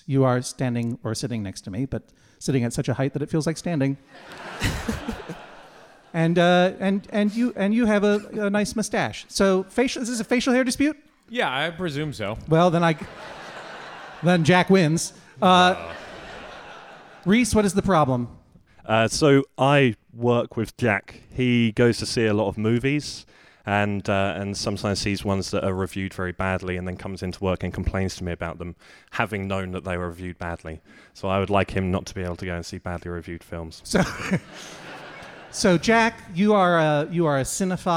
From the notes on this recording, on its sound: Taped in front of a live audience at Kings Place during the London Podcast Festival.